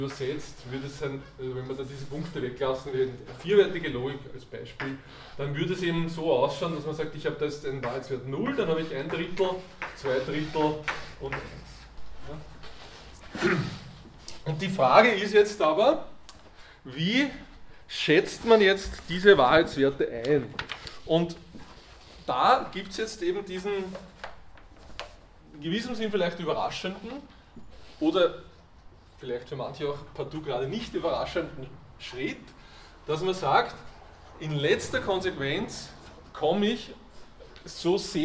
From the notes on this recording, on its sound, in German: Diese Vorlesung wurde von Studierenden aufgenommen